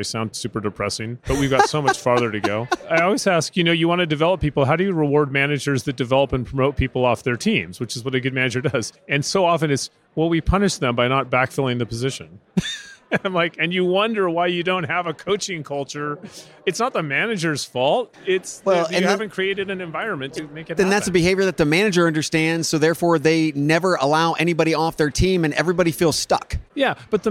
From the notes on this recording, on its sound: Live from UNLEASH America in Las Vegas